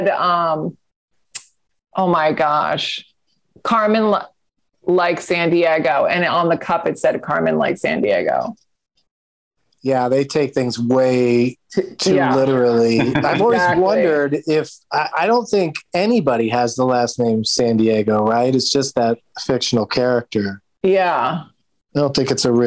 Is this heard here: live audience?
no